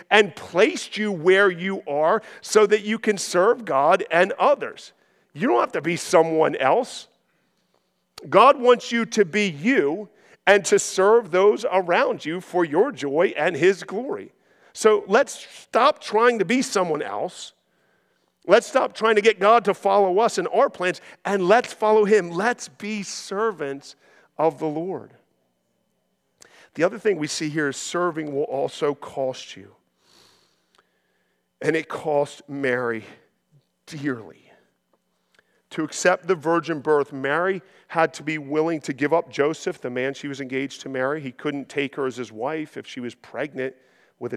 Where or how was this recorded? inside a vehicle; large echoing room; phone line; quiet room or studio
large echoing room